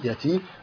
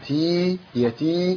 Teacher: تاء كسرة مد طبيعي حركتين · Shown in: second take